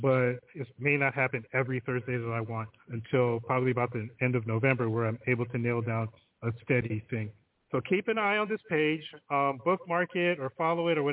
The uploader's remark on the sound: The phone lines are open all show again!